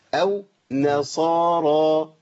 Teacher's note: نا النون بس اللي مرققه، صارى كل ده مفخم عندي، الصاد مفخمه